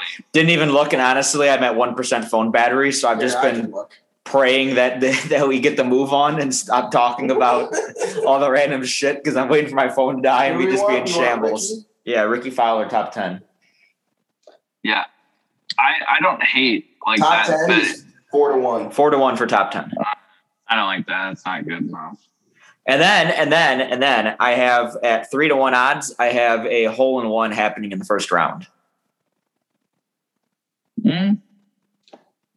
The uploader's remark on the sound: The whole gang is back via zoom